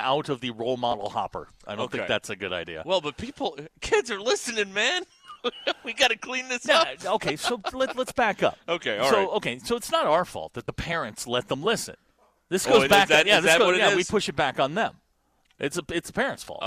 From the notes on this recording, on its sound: live from the Stadium Shoppe in Fayetteville